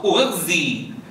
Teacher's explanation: تدمجهما بصوت أو بصوت واحد لضمة وكسرة، يعني نصف ضمة ونصف كسرة. أغزي، بدك تخطف خطف الضمة والكسرة ثم تنطق. · Term: إشمامه بالكسر